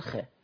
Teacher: نعم الخاء شيء والراء شيء اخر فالخاء مستقلة بذاتها والراء مستقلة بذاتها الخاء لا حكمها حكمها التفخيم والراء هنا حكمها الترقيق فلا يؤثر ترقيق الراء على تفخيم الخاء